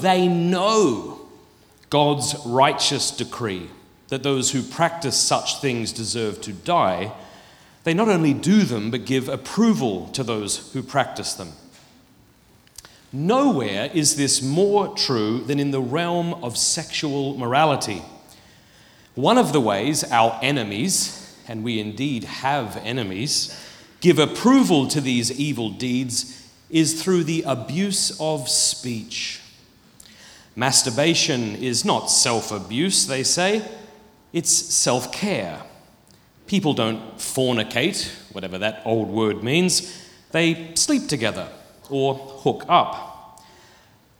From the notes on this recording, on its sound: Filmed at the Purpose Conference 2023.